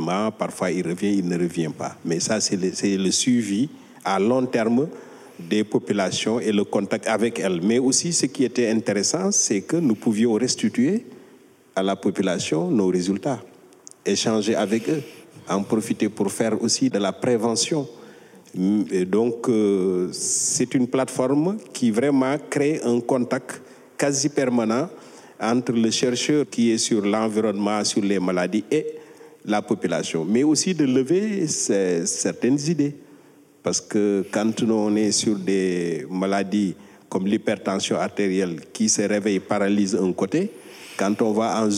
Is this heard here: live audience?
yes